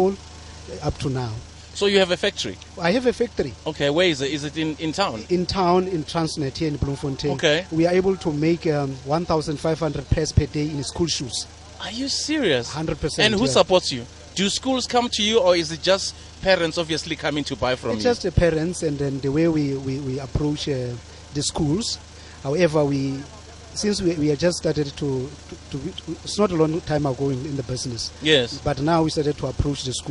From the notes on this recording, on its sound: The Glenzito Super Drive live from Macufe